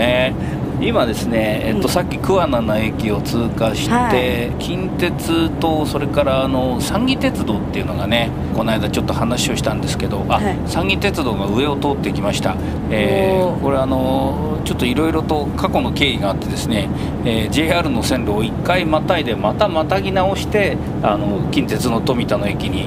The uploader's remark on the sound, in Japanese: 実車収録 HC85系で紀伊長島まで行って来ました！